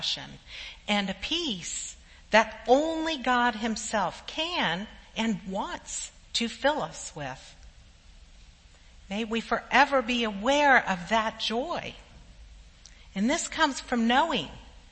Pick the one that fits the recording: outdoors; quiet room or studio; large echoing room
large echoing room